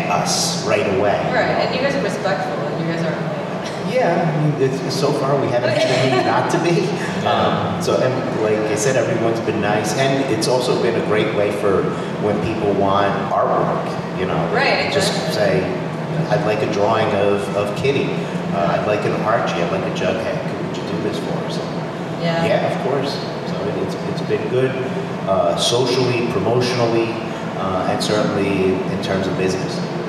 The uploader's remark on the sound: London Comic Con 2018 Panel